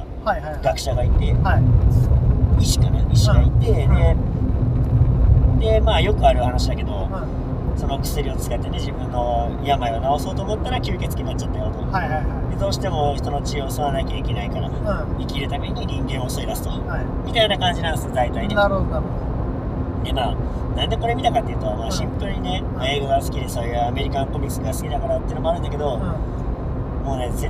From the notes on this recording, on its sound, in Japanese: 136回目は普段と違い車内での録音となります。スーパー銭湯に向かう道中の車内トークをお届けします。